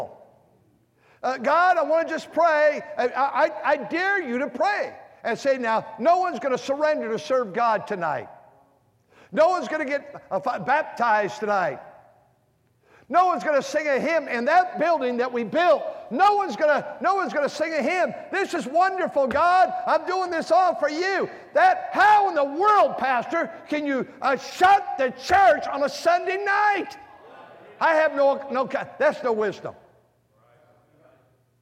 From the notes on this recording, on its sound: during the Wednesday Evening service on March 29, 2023, at North Valley Baptist Church in Santa Clara, California